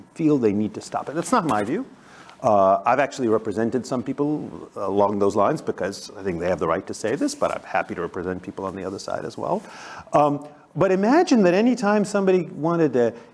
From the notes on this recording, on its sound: Zócalo Public Square. Live from the ASU California Center.